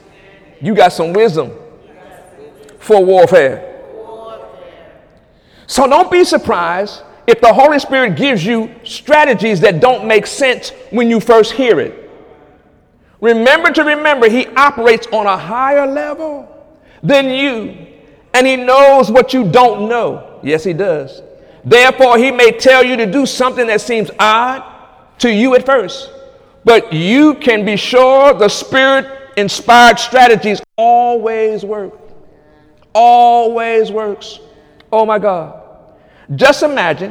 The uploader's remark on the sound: During Wednesday night service on August 23, 2017